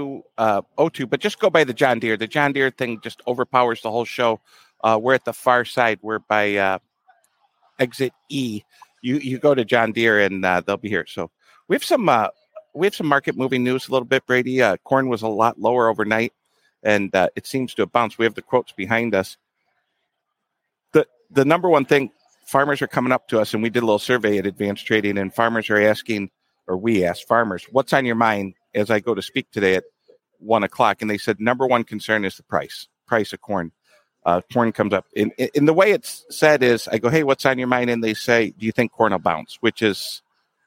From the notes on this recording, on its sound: Live from Commodity Classic - Day 2! Live show 9:00 am.